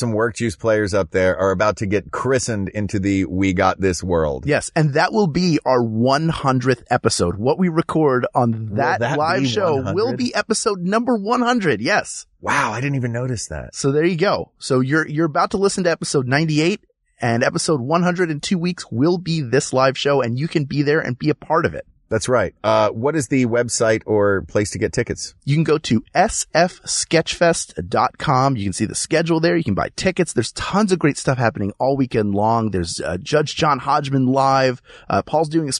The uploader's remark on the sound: LIVE from a car